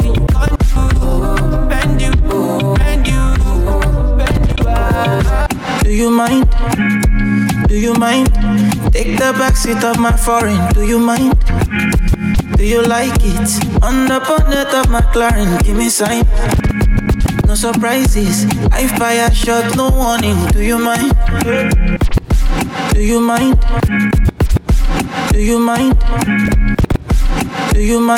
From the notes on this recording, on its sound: LIVE AT LE NOCTURNE CHICAGO | THURSDAY NIGHT.